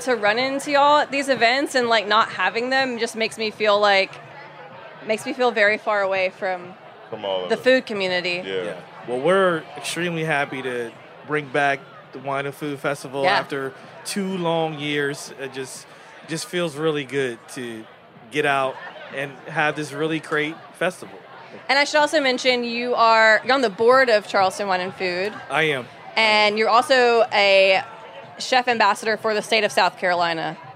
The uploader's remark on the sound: At Charleston Wine + Food 2022. At a family-style dinner during the Charleston Wine + Food Festival, chefs came together to create a meal.